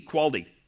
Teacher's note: instead of the T, he made it sound like a D, quality. And it just became very distracting for me.